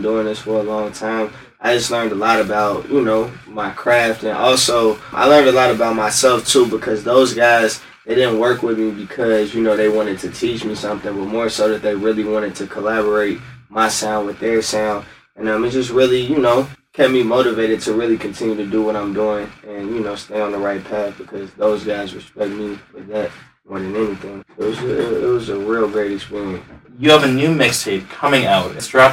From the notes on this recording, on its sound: In a condensed podcast recorded at The Music Garage. NOTE: Podcast audio is sourced from a video camera instead of the usual high quality recorder, after the original audio was lost. As such, there is a decrease in quality from the general Dynasty Podcasts level.